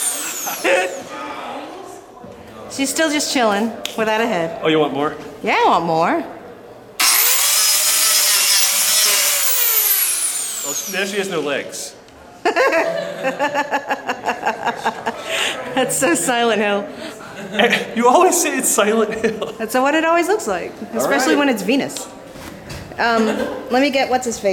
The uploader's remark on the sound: Live at BAMCon 2012